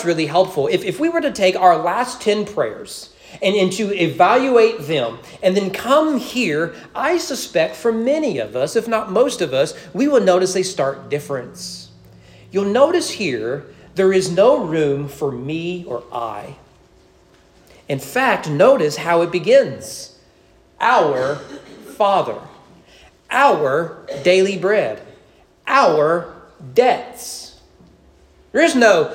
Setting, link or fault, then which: setting, large echoing room